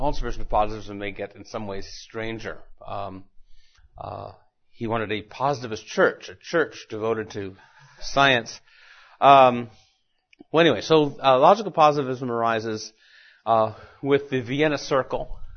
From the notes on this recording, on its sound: Recorded at Mises University 2010.